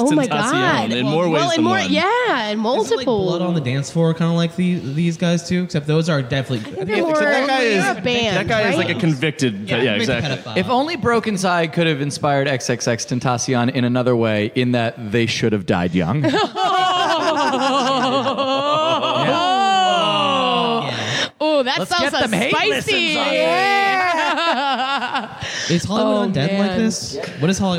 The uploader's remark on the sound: All of this in front of a live audience at Somerville's VOX POP studio in Assembly Row.